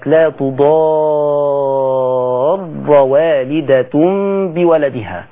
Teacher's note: انتبهوا إلى المد اللازم في كلمة لا تضار والدة بولدها، مد اللازم 6 حركات ونراعي تشديد الراء